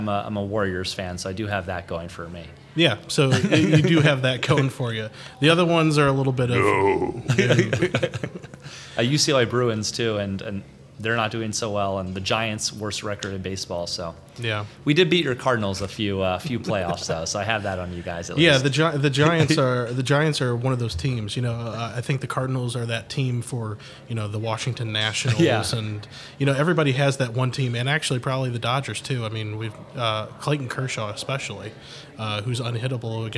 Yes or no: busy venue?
yes